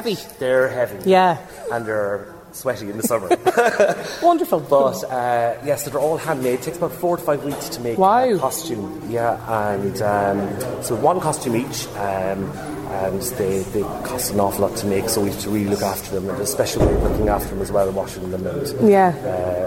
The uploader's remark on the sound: Lunchtime Live is LIVE from Co Clare as part of Newstalk's Summer Tour.